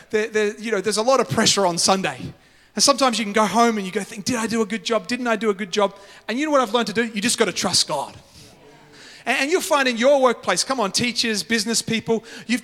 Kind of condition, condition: setting, large echoing room